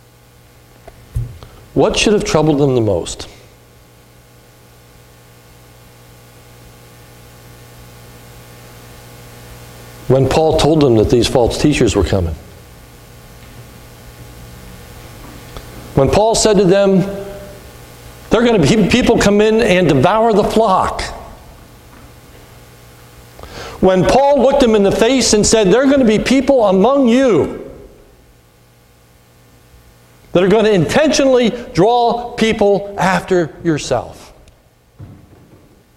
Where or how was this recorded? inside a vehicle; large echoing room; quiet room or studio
large echoing room